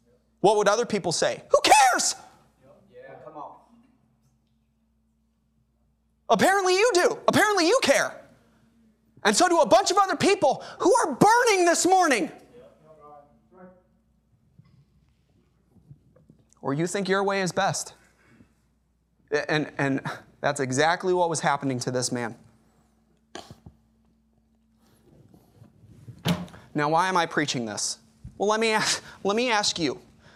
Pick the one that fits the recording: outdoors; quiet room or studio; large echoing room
large echoing room